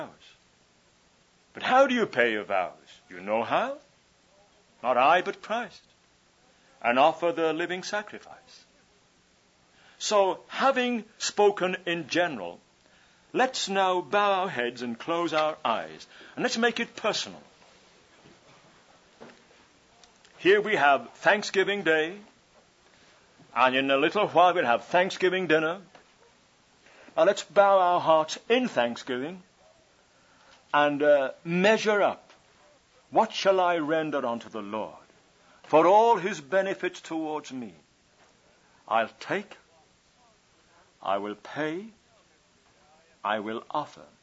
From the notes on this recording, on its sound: Session 7 from His Hill's 1981 Thanksgiving Conference